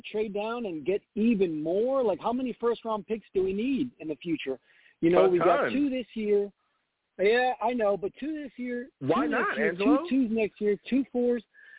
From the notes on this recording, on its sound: I also take live callers!